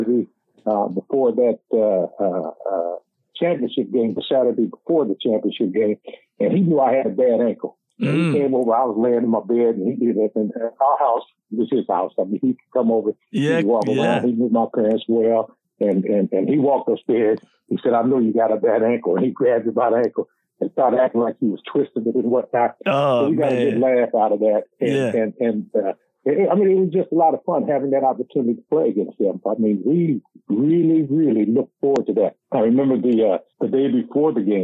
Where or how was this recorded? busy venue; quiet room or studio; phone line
phone line